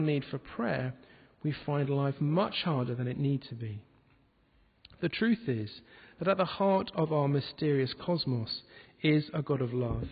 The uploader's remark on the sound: This podcast was recorded at the Moot Community Eucharist, in the Guild Church of St Mary Aldermary in the City of London